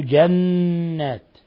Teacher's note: نون مشددة، جنات تغن مقدار حركتين